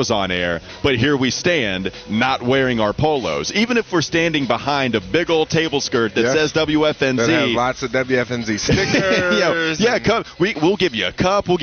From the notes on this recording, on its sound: live from Carolina Ale House in Concord Mills